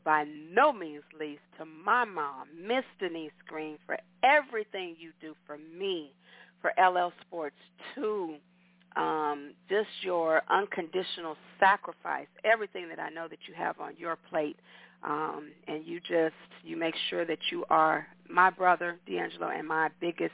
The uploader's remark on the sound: your phone calls, comments, questions